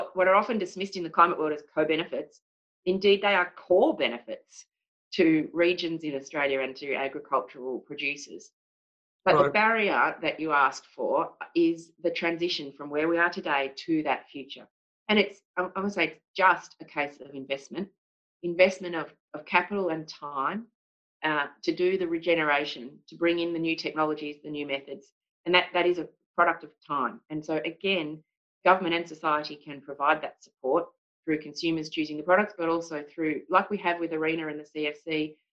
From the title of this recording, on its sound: Webinar recording